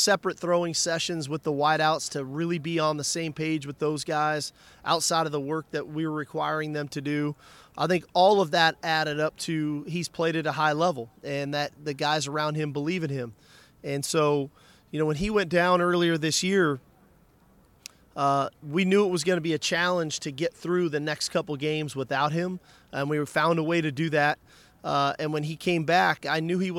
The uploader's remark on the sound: speaks at Sugar Bowl Media Day